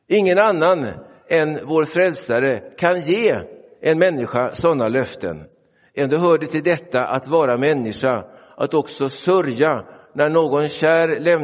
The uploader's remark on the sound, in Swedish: Inspelad i Roseniuskyrkan den 5 november 2023.